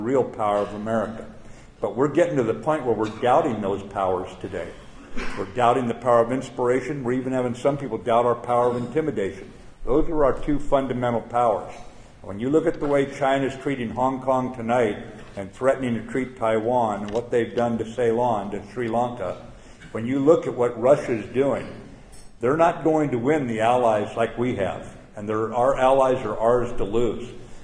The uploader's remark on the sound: at the Combat Development Dinner